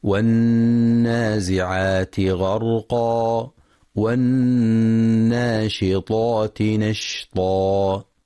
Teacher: ينتبه القارئ لغنة النون المشددة في كلمة والنازعات والناشطات، فهي أكمل ما تكون فيها. وفي كلمة والناشطات ينتبه القارئ لتفخيم الطاء تفخيما كاملا.